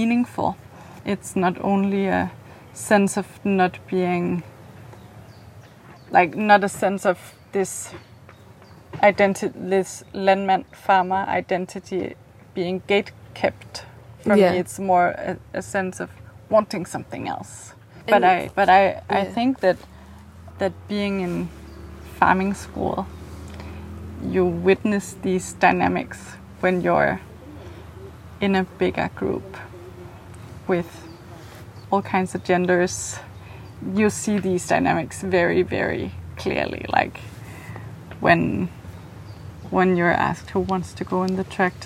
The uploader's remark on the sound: This weeks episode was recorded on the outskirts of Copenhagen at a small-scale regenerative farm called the Farm of Ideas.